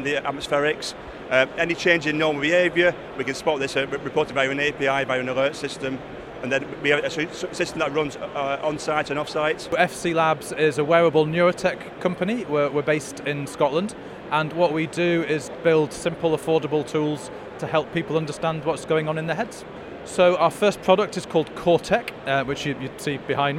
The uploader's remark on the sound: In this live (or as live as we could make it) podcast from the show floor of Manufacturing and Engineering Week.